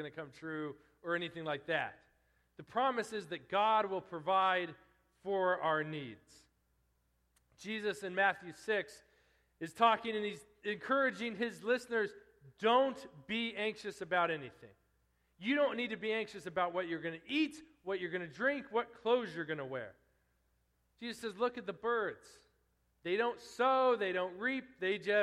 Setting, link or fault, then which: setting, large echoing room